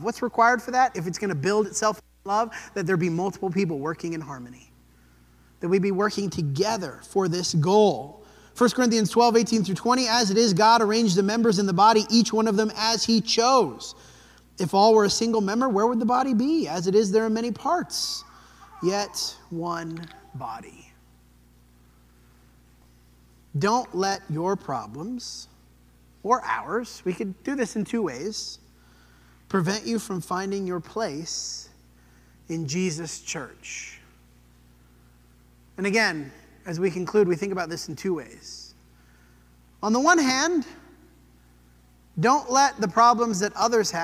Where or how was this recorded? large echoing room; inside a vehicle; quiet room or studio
large echoing room